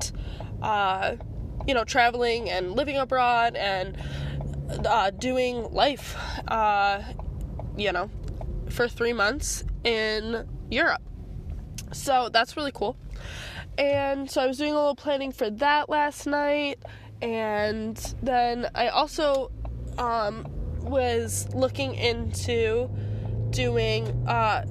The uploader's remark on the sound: Audio journaling in my car.